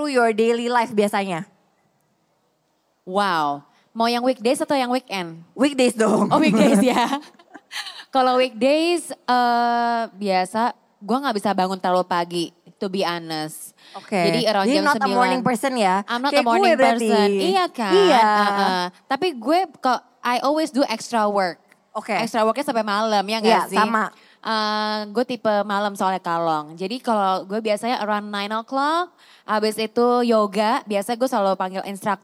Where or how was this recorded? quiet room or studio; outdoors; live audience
live audience